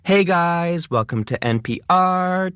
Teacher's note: It has that uptalk. It has the rising tone.